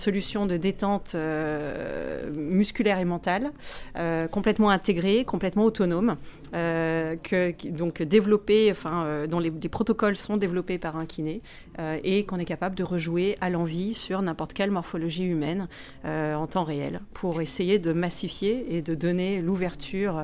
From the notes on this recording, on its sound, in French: Cet épisode a été enregistré à l'occasion de Zero-to-One - l’événement. Cet épisode a été enregistré à l'occasion de Zero-to-One - l’événement.